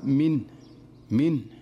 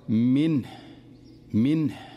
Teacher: فبعض الناس يقرأها من من وهذا خطأ. الصحيح أن يحكم سكون النون وينتبه لإظهار الهاء واضحة · Shown in: second take · لأن حقيقة الهاء أنها ضعيفة فلا ينبغي عليه أن يهمل الهاء، فيقرأها بهذه الطريقة منه منه. · يسكن النون ولا يهمل إظهار الهاء لأن الهاء حرف ضعيف، فإذا سكنت النون قد تختفي الهاء وهذا خطأ أيضا.